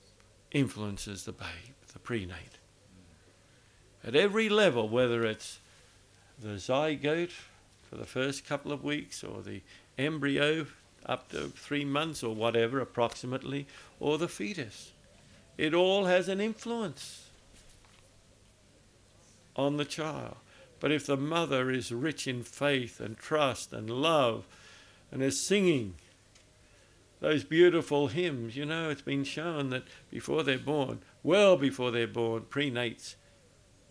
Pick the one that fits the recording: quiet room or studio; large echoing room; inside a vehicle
large echoing room